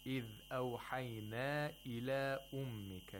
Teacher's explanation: He did not lengthen the matul munfasils more than two vowel counts. Disjunct mat are lengthened as much as matu tabi'i. · Term: qasr of matul munfasil